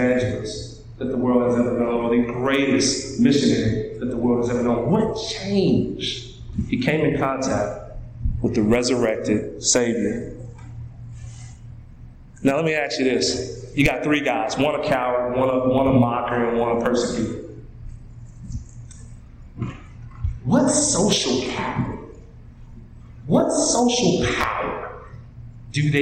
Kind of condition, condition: setting, large echoing room